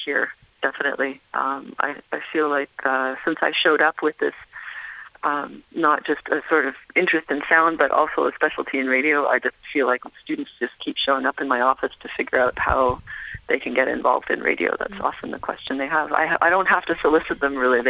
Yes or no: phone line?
yes